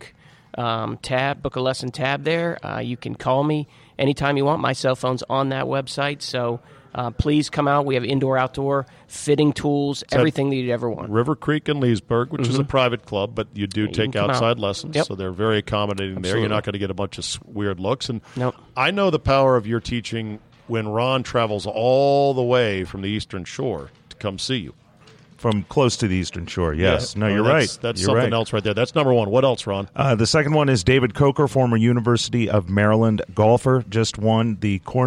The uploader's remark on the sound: Taped live at GolfDom Golf in Tyson's Corner, VA.